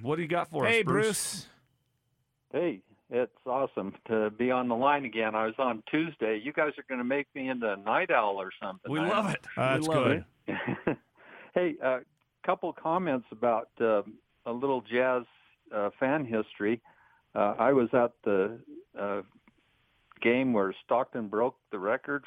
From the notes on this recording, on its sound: Hosted a late-night/early morning reaction show with dedicated Jazz fans joining on the phone.